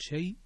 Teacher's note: والله على كل شيء قدير، شيء فيها كذلك، فيها مد اللين المهموز، وفيها كذلك السكت لحمزة، وإذا وقف عليها صارت شيء بالإدغام